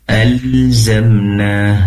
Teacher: Izin kami koreksi ketika membaca wa kulla insanin alzamna. Pastikan lam di sini disempurnakan sifat inhiraf, kecenderungan lam pada huruf nun. Al seperti ini prakteknya alzamna.